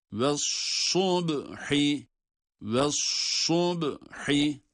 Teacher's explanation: Sad harfi kalın ve ba harfine bağlanıyor.